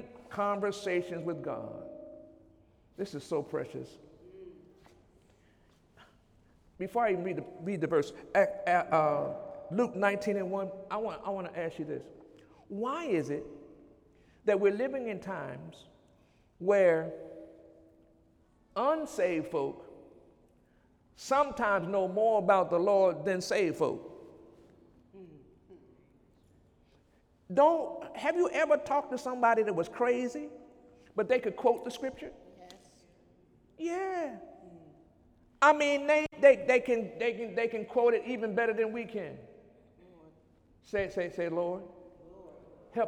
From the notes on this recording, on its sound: During Sunday morning service on May 7, 2017